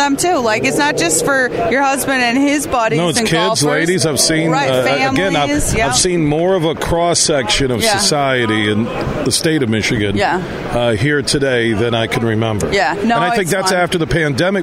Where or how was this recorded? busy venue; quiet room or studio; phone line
busy venue